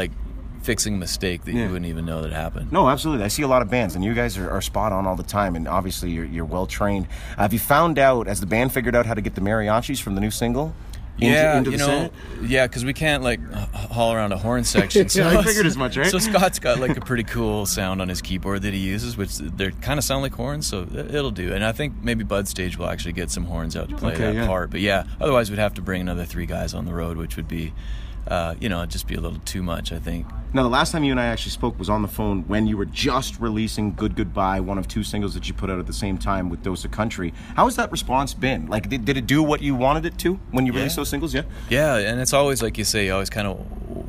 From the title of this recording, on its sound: Live from Trackside Music Festival